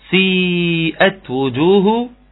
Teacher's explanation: مد متصل اربع او خمس حركات